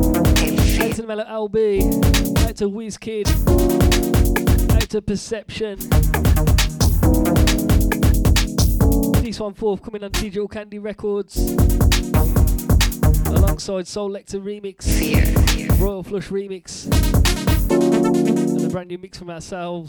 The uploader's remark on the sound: Recorded live from catch.